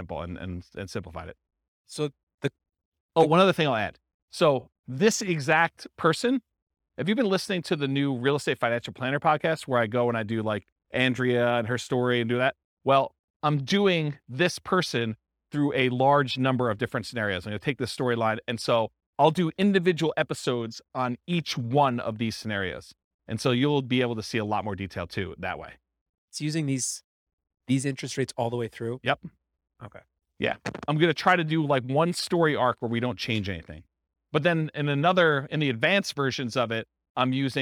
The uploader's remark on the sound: This was a live class recorded